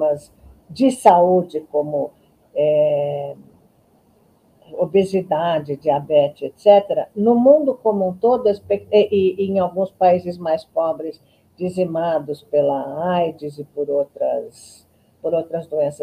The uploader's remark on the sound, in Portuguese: Este é o áudio da Live que fiz dia 04/07/22.